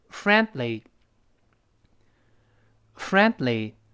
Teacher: friend，舌尖点一下，顿挫过去 · Term: 失去爆破